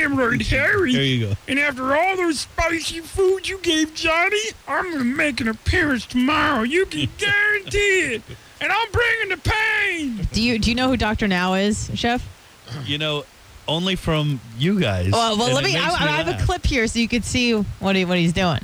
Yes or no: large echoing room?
no